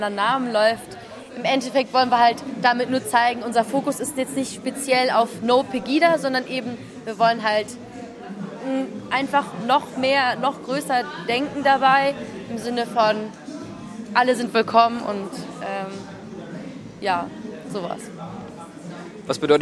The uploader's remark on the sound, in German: Zwei der Veranstalterinnen zeigten sich im Nachhinein beeindruckt von den Vorträgen und dem riesigen Publikum. RDL war vor Ort und hat die beiden nach der Veranstaltung interviewt sowie die Beiträge derjenigen aufgenommen, die ins Finale des Poetry Slams kamen.